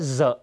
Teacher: ตัว D G Iและตัว Rทั้งหมดนี้นะครับออกเสียงว่าเซหมดเลยซึ่งเป็นเสียงสั่นนะครับ